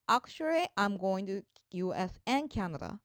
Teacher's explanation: 実は両方行くんだよという意味で and が、強く発音されるわけですね